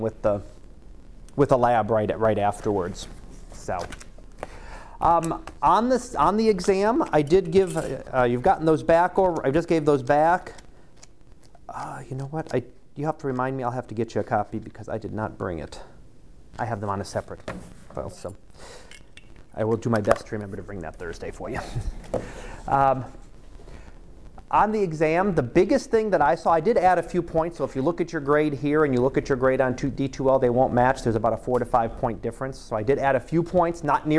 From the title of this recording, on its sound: Live Class Lecture